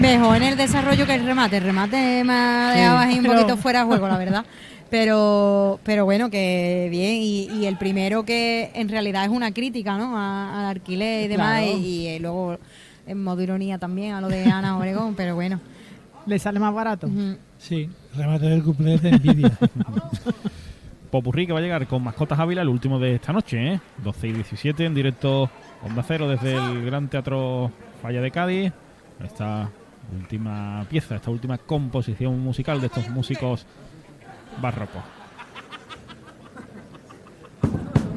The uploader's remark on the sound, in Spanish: En las semifinales del COAC 2024. En directo desde el Gran Teatro Falla de Cádiz. Retransmisión del Concurso Oficial de Agrupaciones Carnavalescas del Carnaval de Cádiz 2024 en Onda Cero Cádiz.